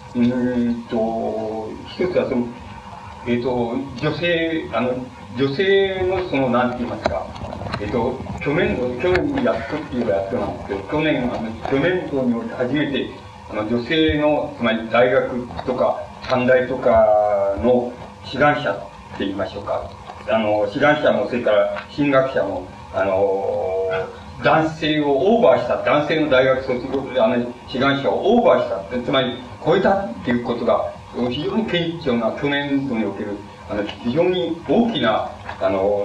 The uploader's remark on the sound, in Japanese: 主催：文京区教育委員会 場所：文京区女性センター。客席から録音されたもので 全編にわたってノイズが 入っており音質はよくない。